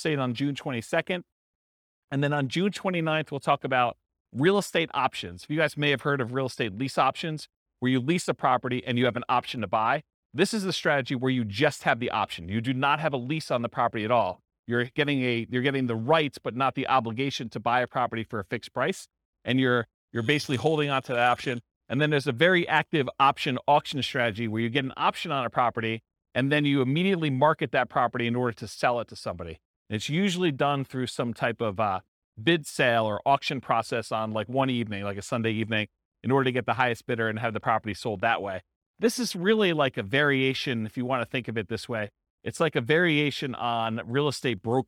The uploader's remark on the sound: This was a live class recorded